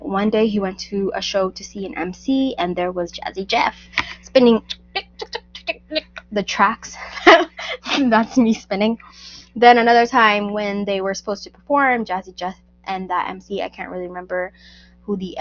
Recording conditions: poor microphone